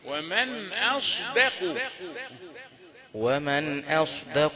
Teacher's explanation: الصاد مفخمة صحيح لكن الدال أخذت منها بعض التفخيم قلت أصدق ومن أصدق همزة رقيقة قبل الصاد رقيقة ودال بعد الصاد رقيقة